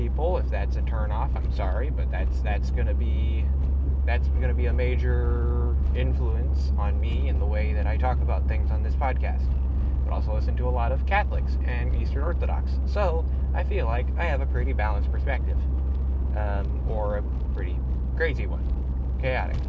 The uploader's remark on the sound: Today was just me in my car